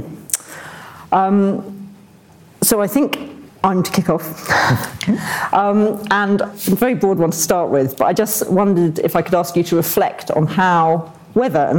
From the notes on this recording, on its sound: This event was part of the IfG and Bennett Institute's joint conference on the Future of the UK Constitution.